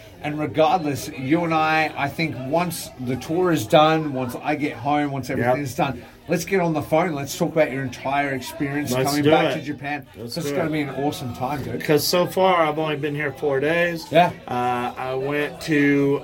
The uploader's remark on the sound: Live From Tokyo. At the DDT bar in Shinjuku to finally meet in person.